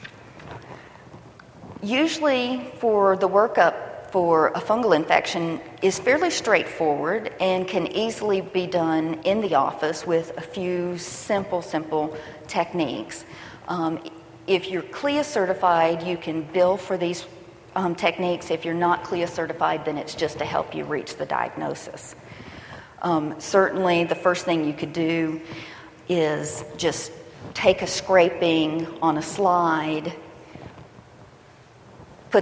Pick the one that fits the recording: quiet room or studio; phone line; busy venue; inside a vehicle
busy venue